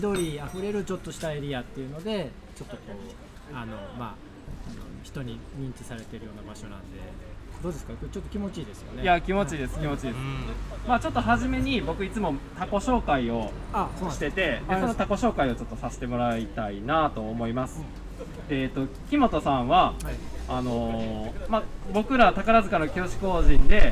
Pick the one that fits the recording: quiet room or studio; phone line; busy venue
busy venue